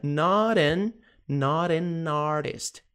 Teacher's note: Not an. Só que daí a gente tem mais um N aqui que junta com o A de artist